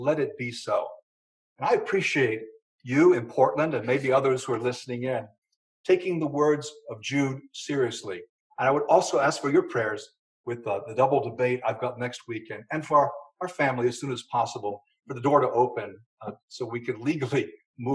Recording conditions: large echoing room